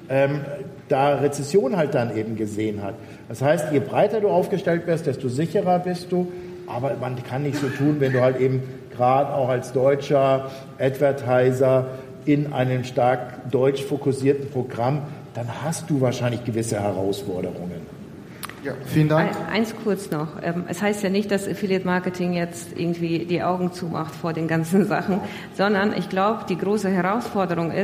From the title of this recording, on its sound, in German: Die zweite Aufnahme live von der großen Bühne